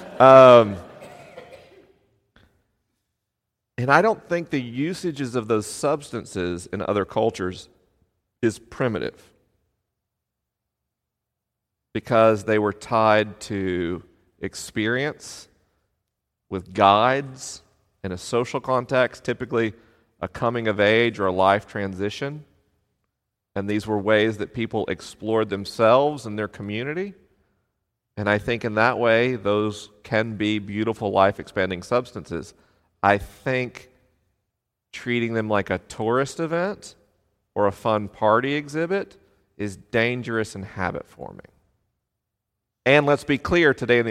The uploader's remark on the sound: LIVE in Chapel Hill, NC. This episode was recorded in Chapel Hill, NC with a live audience.